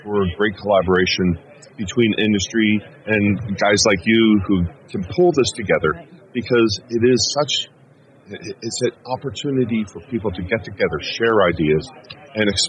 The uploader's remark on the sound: Live from the DistribuTECH 2019 show floor. On the DTECH 2019 Show Floor. Live from the DistribuTECH 2019 show floor.